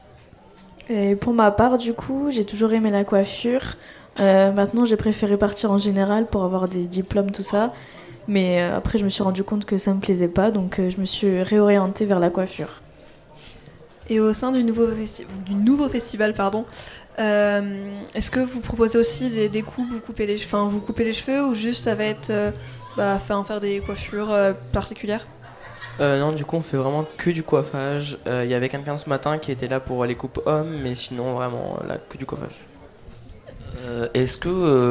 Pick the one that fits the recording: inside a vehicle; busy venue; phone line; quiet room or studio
busy venue